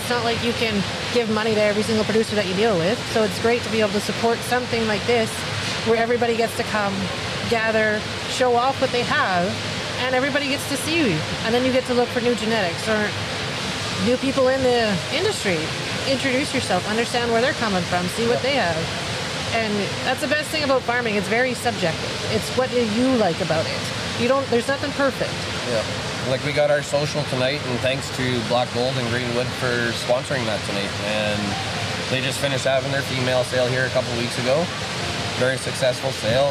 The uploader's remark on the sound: Live from the Stockade Round-Up at the Lloydminster Exhibition Association.